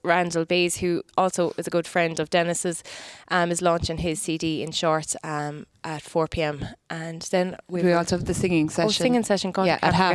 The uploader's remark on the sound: Live from the Community Hall Feakle as part of the 36th Feakle trad Festival as part of Saturday Chronicle.